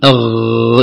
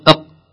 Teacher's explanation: الغين يجري في الفم لو كان هكذا يمشي معنا لانه حرف لين في رخاوه، اما القاف ينحبس اق، فلا بد نحبس حرف القاف، نقول قا، لو قلنا غ يخرج معنا بسهوله، كان القاف لا يخرج بسهوله.